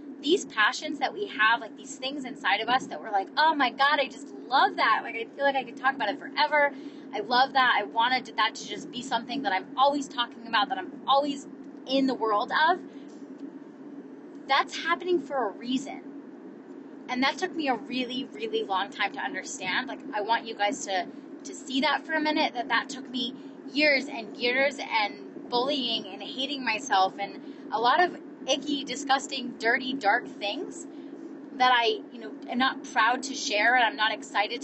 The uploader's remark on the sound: Recorded this episode LIVE while driving home from the Pays To Be Brave Conference. In San Diego.